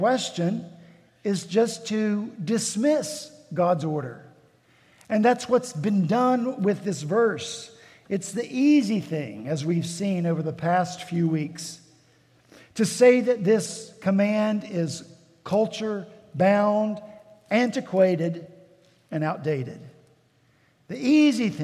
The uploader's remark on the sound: At Redeemer Presbyterian Church in Charleston, SC